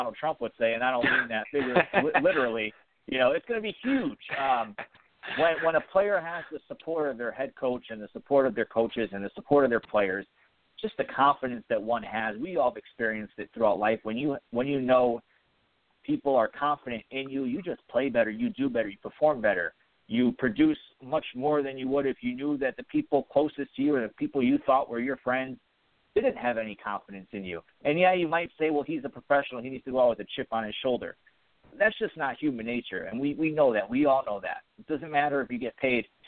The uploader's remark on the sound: We'll also be taking live callers throughout the show and will be interacting with those on the Phinsider website.